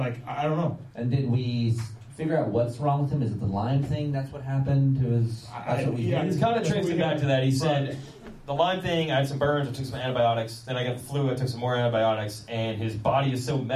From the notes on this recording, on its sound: Pulpmx LIVE Podcast Show from Works Connection. Take some audience questions.